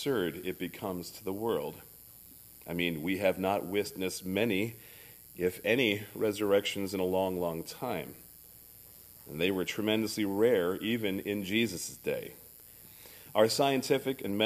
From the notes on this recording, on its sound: services recorded at Thornville Baptist Church